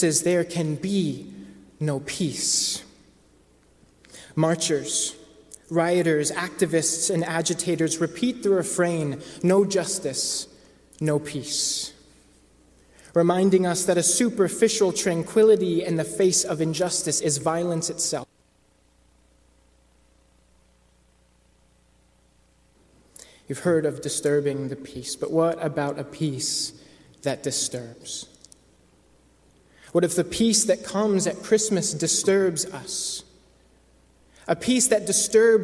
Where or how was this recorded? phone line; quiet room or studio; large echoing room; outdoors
large echoing room